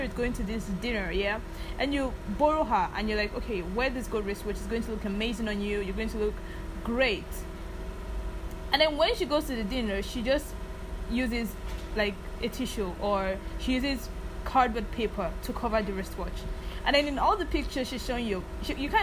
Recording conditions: background noise